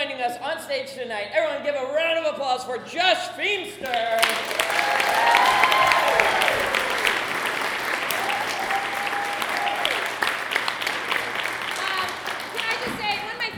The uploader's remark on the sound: Live at The Establishment